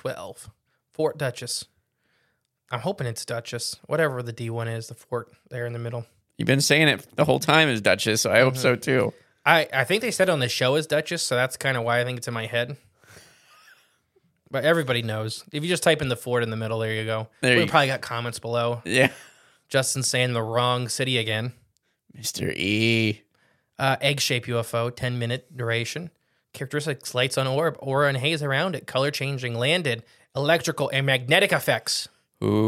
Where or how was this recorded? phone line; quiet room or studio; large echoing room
quiet room or studio